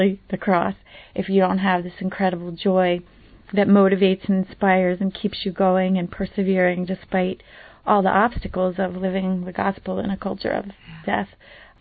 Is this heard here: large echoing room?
no